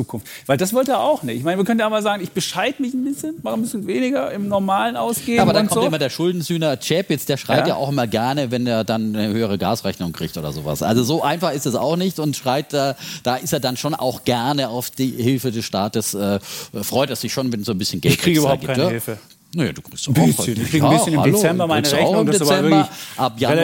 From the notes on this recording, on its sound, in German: Diese Sonderfolge wurde live vor Publikum auf dem WELT Transformationsgipfel aufgezeichnet.